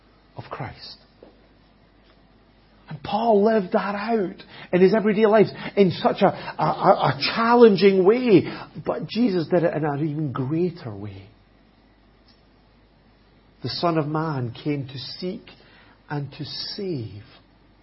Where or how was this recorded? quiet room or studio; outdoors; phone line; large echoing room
large echoing room